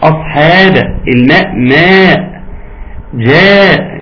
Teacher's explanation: الألف تتبع ما قبلها إن كان قبلها حرف مرقق مثل الحاء